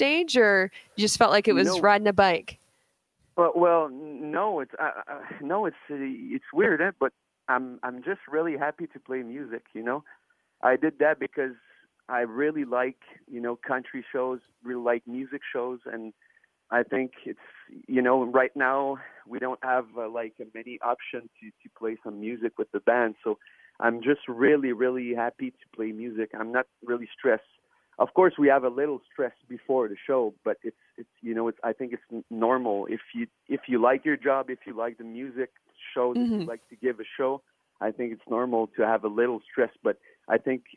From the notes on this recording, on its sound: over the phone